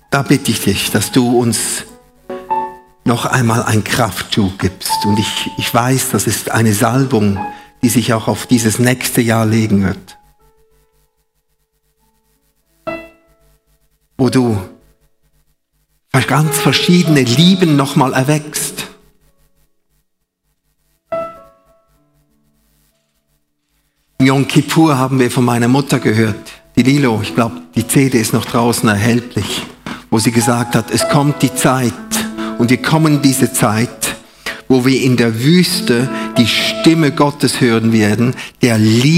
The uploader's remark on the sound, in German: Live aus Winterthur der Dienstagsgottesdienst